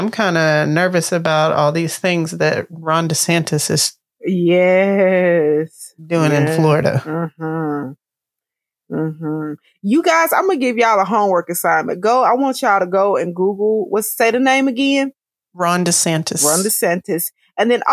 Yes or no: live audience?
no